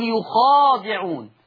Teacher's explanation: بضم الياء وفتح الخاء والالف المادية بعدها وكسر الدال